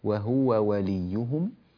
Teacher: ننبه إلى بيان ضمة الهاء في كلمة وهو لمن يقرأ لورش، وطبعا أما من يقرأ لقالون فيسكن الهاء فيقول وهو وليهم، لكن من يقرأ لورش عليه أن يتنبه لهذه الضمة ويعطيها زمنها الصحيح وضمها الكامل وهو وليهم.